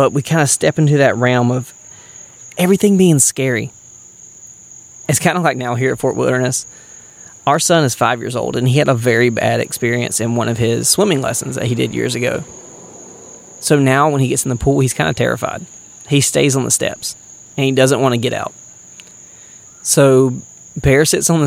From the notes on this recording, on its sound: Recorded at Fort Wilderness while camping on Disney property with the family